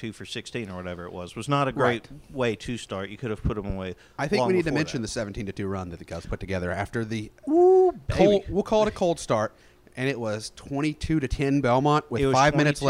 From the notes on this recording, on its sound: on location in Evansville for the OVC Basketball Tournament